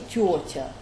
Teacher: то есть гласные между мягкими согласными сильно продвинуты вперед